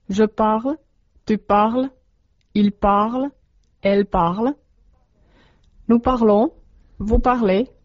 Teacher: Tämän ryhmän verbeillä otat infinitiivin tunnuksen er pois ja lisäät näin saamaasi muotoon eli vartaloon eri persoonia vastaavat päätteet, jotka ovat yksikössä es, e ja monikossa ons, ez ja ent. Äänettäessä muut persoonapäätteet kuin ons ja ez eivät kuulu.